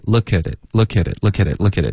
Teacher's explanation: 这个科特别软，可是不会浊成一个歌的音